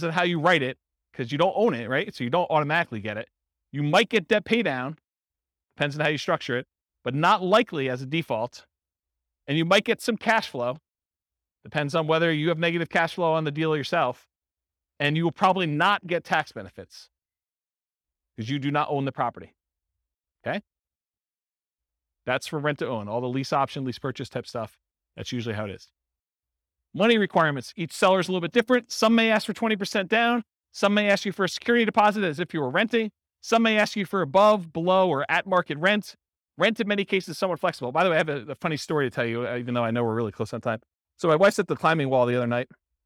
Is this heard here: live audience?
yes